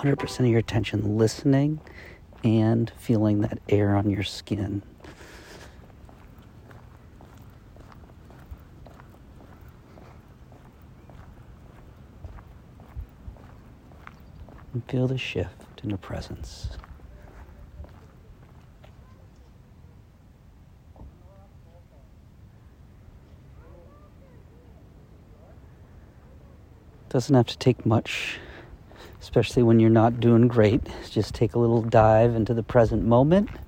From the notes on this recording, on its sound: There's some ocean sounds in the background where I am.